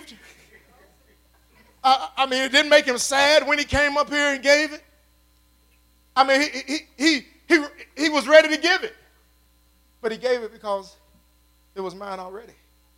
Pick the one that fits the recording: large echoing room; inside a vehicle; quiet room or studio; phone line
large echoing room